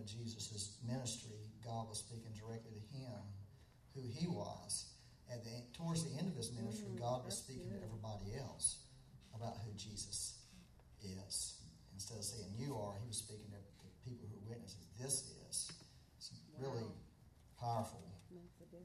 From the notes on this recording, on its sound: We had technical difficulties on this Sunday so the audio quality is not the best.